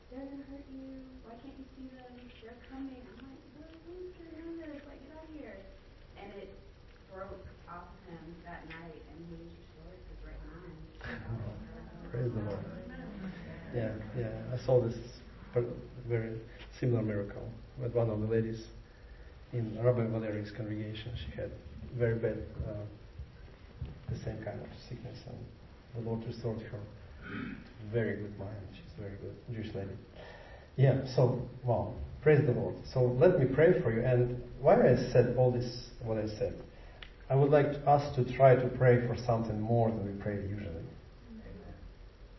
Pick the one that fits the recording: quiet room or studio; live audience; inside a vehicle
live audience